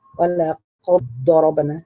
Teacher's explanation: والضاد طبعا هتبيني استطالتها هنا ورخاوة